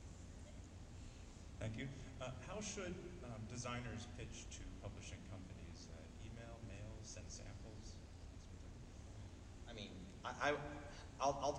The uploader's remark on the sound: CEO Panel at pax unplugged